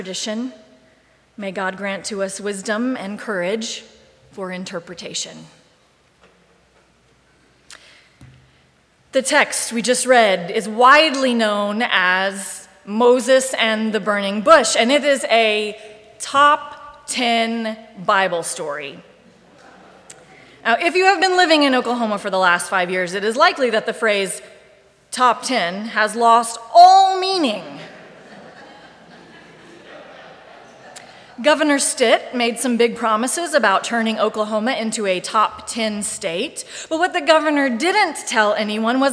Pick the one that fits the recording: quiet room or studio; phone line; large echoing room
large echoing room